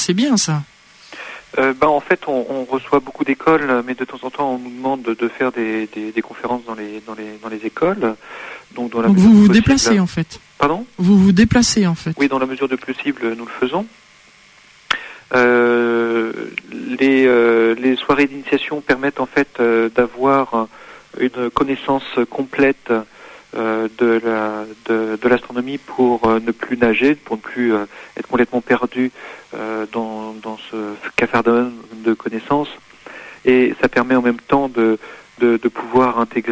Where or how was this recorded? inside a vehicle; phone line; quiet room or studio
phone line